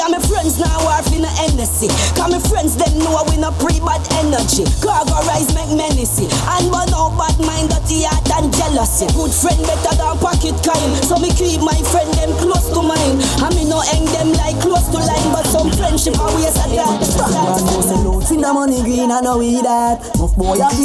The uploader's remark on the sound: CARIBBEAN VIBES BOAT RIDE LIVE AUDIO